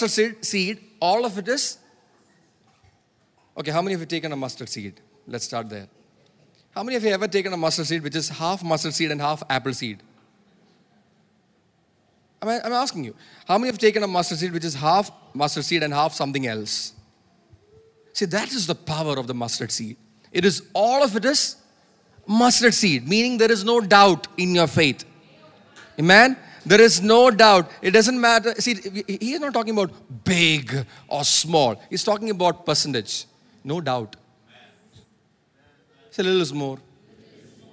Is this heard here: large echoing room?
yes